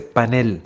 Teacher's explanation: Debe escribirse y pronunciarse panel, porque es una palabra aguda cuya fuerza de entonación está en la última sílaba. Por lo tanto, debe evitarse la grafía panel con tilde en la A, así como la pronunciación grave panel, propia de la raíz de origen en inglés.